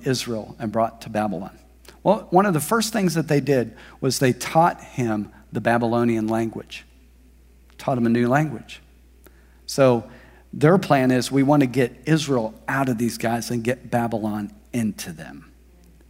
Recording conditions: large echoing room